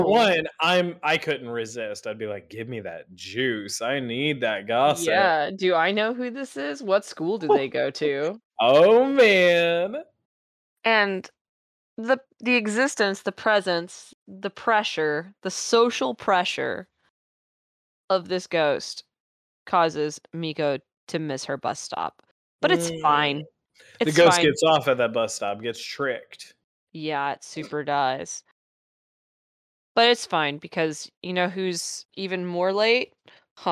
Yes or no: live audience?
no